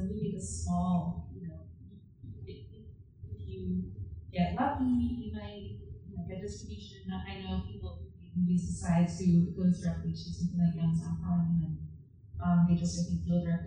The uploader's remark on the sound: Recorded live at the Little Theatre in Rochester, NY. The sound quality is not perfect.